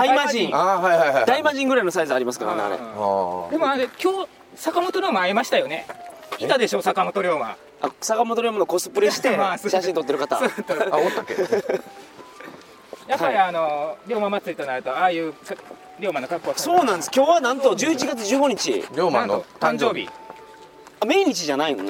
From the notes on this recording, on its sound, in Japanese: 高知県の観光スポットでロケ収録その１（四国霊場第31番札所・竹林寺、桂浜、長宗我部元親初陣の像）。高知県の観光名所に実際に行って収録をするという企画です。